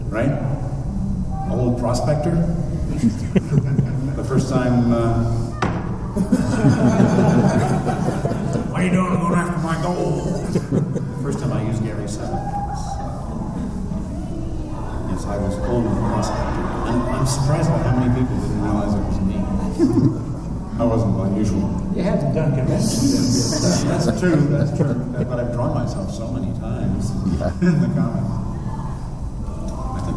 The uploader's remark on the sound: This special episode features a live recording